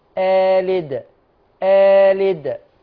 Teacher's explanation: الهمزة الثانية ستبدل بألف بس عشان وراها اللام متحركة ستقصر بمقدار حركتين · Term: الإبدال